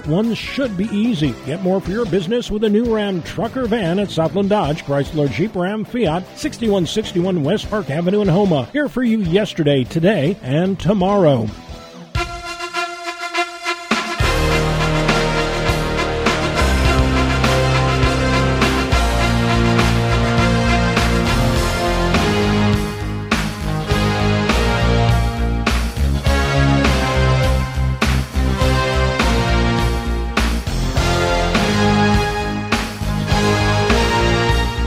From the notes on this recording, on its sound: We also go to the phone lines. We then hit the phones again.